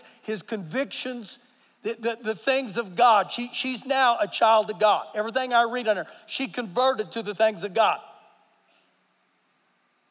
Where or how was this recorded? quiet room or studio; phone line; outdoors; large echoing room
large echoing room